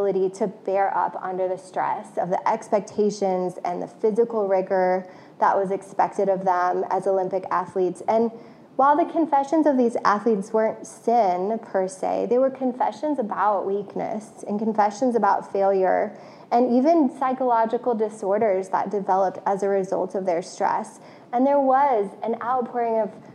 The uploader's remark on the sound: This message was originally preached to CityChurch in downtown Iowa City on February 13, 2022.